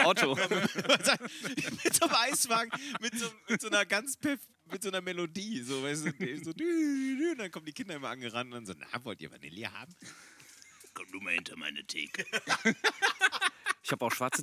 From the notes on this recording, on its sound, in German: Wir sitzen wieder im Garten am Grill (sorry, für die Nebengeräusche)